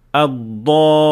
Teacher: we extend the alif in this position because the lam with shadda is made up of lam that has sukoon · Term: med lazim